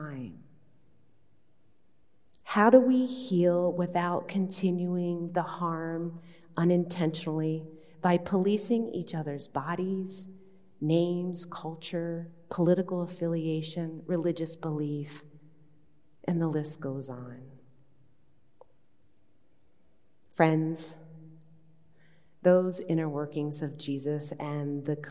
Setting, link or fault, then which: setting, large echoing room